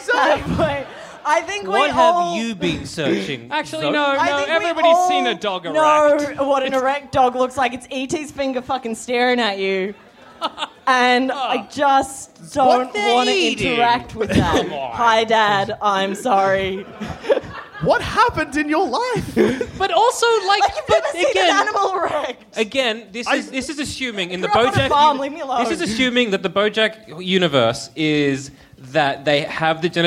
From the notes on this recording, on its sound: Our first ever live show recorded at the Eureka Hotel in Melbourne in 2015.